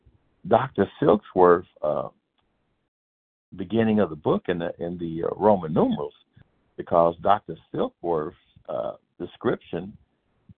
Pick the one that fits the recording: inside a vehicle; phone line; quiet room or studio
phone line